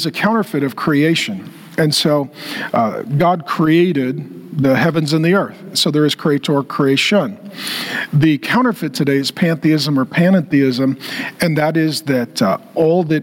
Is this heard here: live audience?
yes